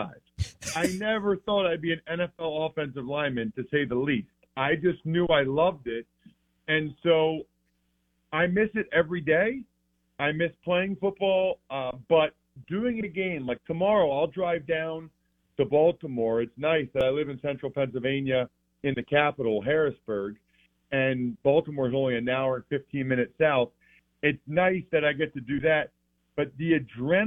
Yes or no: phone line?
yes